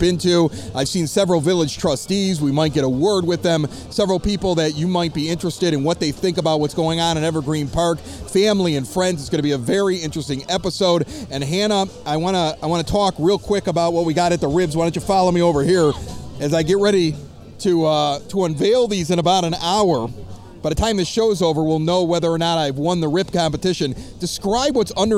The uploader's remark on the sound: This past weekend the Most Holy Redeemer grounds along 95th street were packed for a huge outdoor party. Recorded at the MHR Men's Club BBQ Bash. We chat with rib cooking teams, neighbors, friends and some noteworthy public figures.